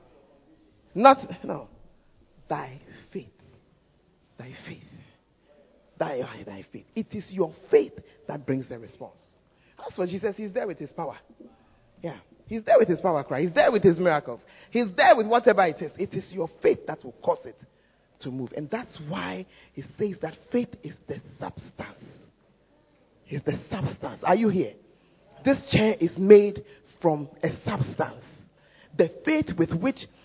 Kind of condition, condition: setting, large echoing room